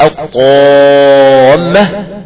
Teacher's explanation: الألف المادية دي مفخمة قولا واحدا نسبة إلى الطاء التي قبلها، فهذه الألف المفخمة هي من الحروف الفرعية. · Term: الالف المفخمة